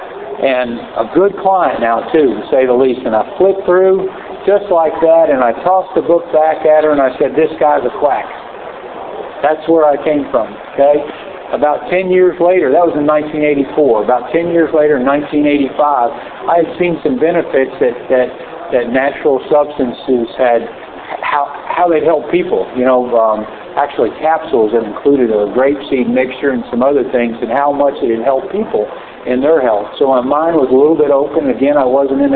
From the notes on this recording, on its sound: Recorded live from 2011 Spring Equine Affaire.